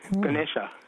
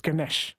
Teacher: Ganesha in the south, Ganesh in the north. They delete the A's. · Shown in: second take · Yeah, so the A at the end is pronounced like a schwa, Ganesha.